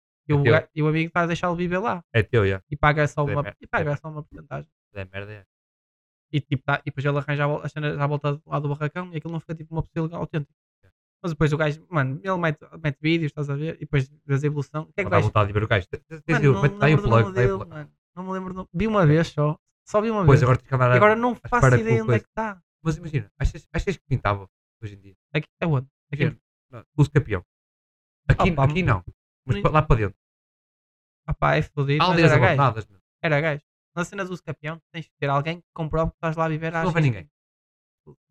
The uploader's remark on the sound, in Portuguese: A qualidade do som pode não ser a melhor, desculpem por isso.